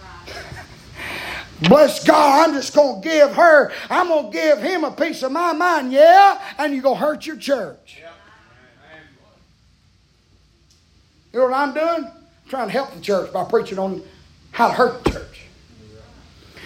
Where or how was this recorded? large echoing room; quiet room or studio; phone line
large echoing room